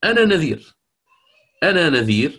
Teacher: التلفظ بالنون الأولى يتبعه النون الثانية دون فاصل أو دون حاجز بينهما في التلفظ في النطق بهما